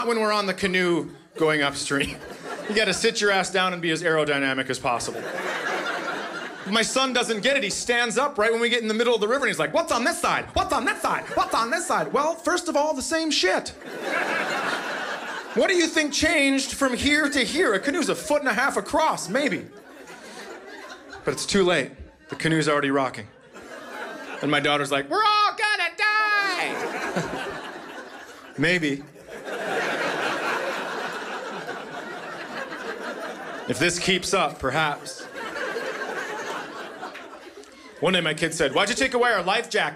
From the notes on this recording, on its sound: Recorded live at the Acme Comedy Co. In Minneapolis.